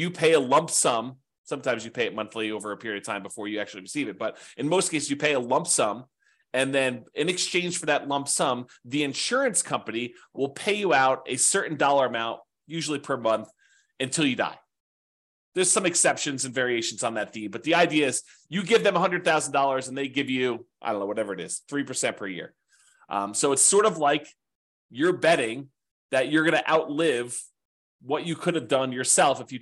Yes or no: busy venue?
no